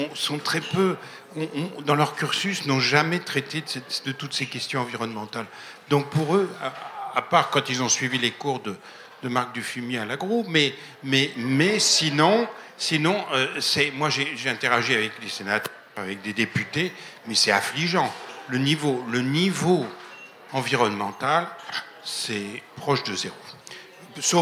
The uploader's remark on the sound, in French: Conférence enregistrée en public à la REcyclerie, lors de la sortie du livre "Dernières limites" (Rue de l’échiquier, 2023).